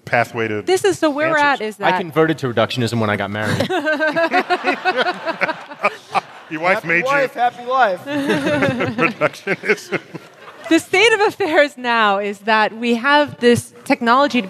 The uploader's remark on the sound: StarTalk Live: Big Brains at BAM